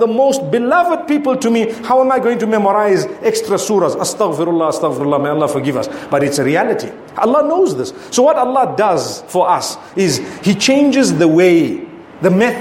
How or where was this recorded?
large echoing room